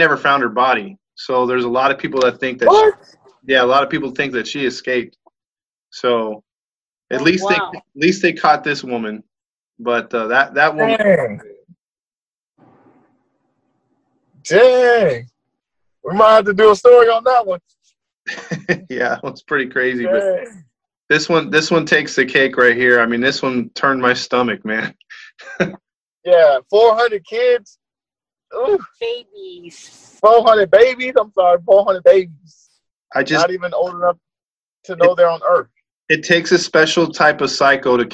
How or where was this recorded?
video call